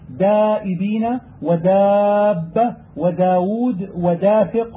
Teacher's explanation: وإذا كان بعد الدال ألف لفظ بها مرققة